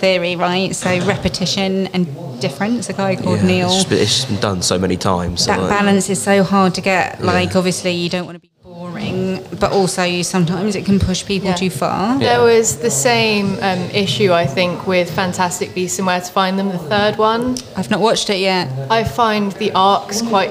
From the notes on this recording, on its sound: special episode recorded during SJLHS whole school open evening